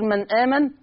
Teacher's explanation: يعني تحريك الساكن بحركة الهمزة · Term: النقل